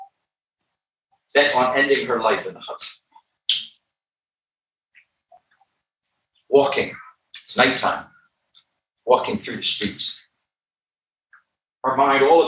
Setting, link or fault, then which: fault, poor sound quality